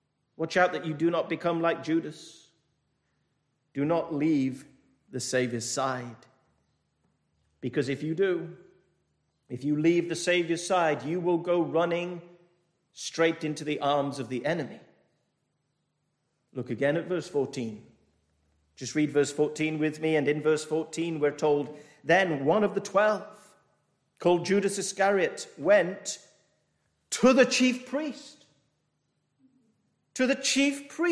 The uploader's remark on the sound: This message was delivered over the 221st Church Anniversary weekend from Penzance Baptist Church.